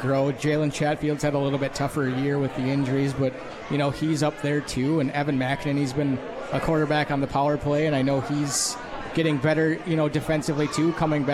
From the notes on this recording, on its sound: on KROCK at the 72 Tavern & Grill